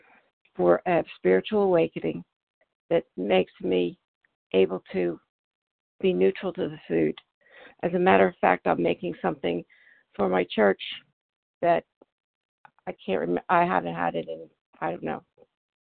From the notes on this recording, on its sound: from the 100 Pounders Phone Meeting on 12/4/20